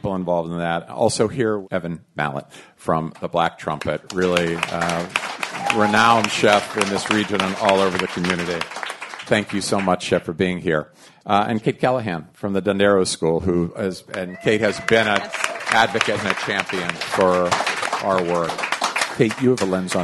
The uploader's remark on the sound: Recorded in front of a live audience at the Music Hall Loft in Portsmouth, NH.